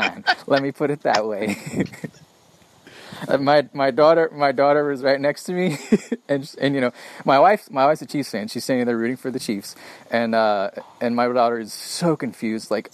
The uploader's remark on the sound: recording outside again